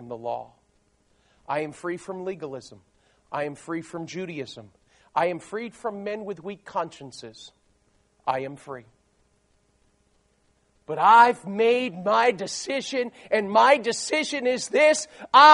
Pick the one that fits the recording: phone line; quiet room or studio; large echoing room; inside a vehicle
large echoing room